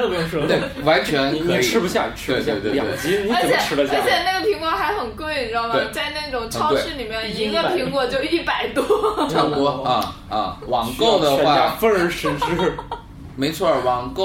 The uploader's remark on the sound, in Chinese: 本期节目为在张大妈办公区用录音笔录制，可能有街道上的杂音，请见谅。